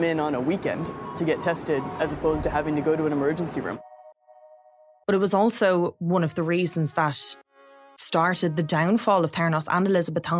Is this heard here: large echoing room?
no